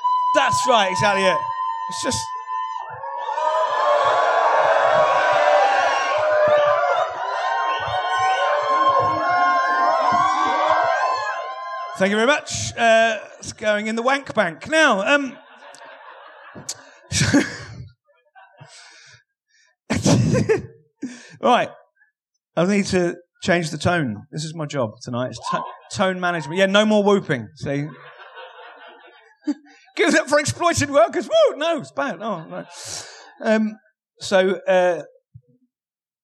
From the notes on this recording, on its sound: Live at the The 100 Club. Descend the steps of London's iconic 100 Club for a special live episode.